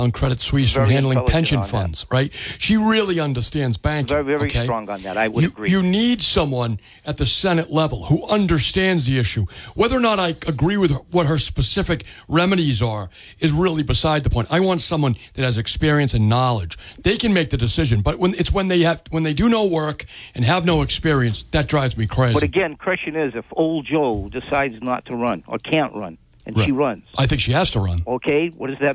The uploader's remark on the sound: take calls from the audience